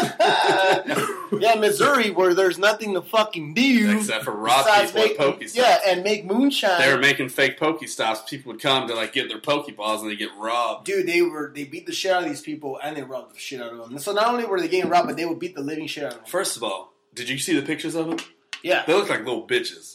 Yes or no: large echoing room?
no